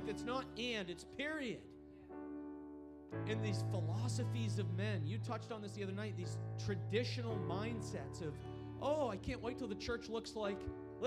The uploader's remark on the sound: At Crossing Life Church in Carmel, ME.